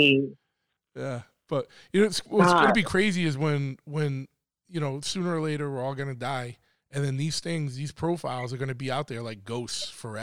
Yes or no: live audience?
no